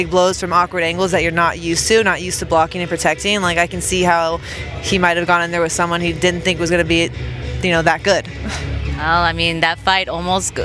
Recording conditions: busy venue